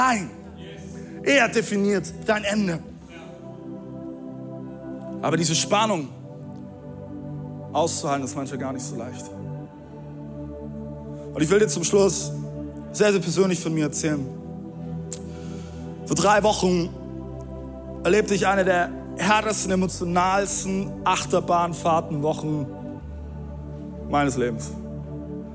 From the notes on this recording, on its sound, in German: Audiomitschnitt der Predigt